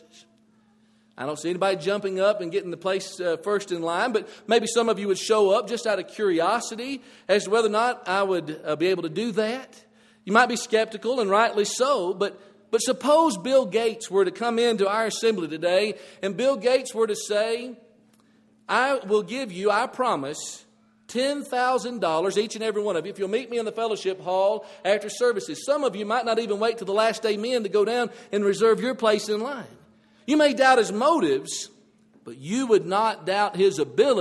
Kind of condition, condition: setting, large echoing room